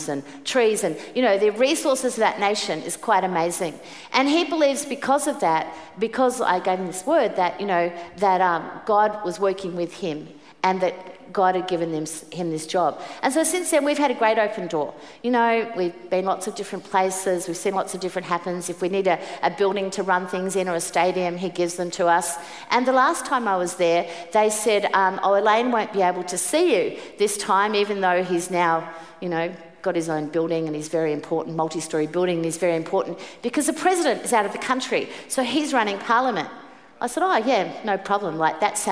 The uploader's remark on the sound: Preached at the 5pm service